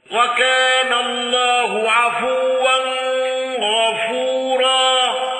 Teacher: أبو جعفر بالإخفاء والغنّة